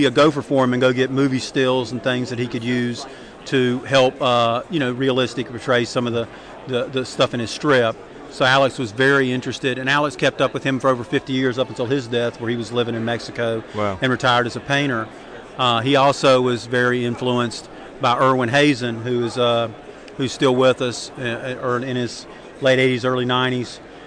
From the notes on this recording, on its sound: We are “live” from Heroes Con 2007 for day 3!